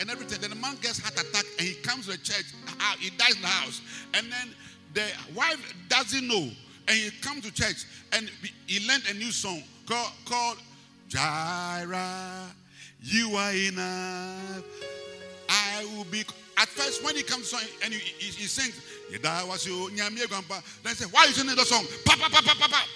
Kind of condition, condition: setting, large echoing room